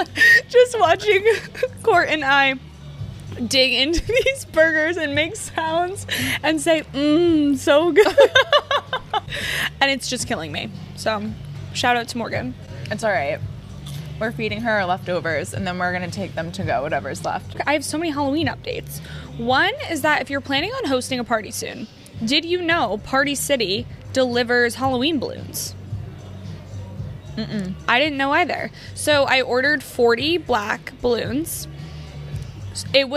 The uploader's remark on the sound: Brunch at Banners. Record an episode at Banners - aka the sports bar where the YCDB podcast was kickstarted back in 2022.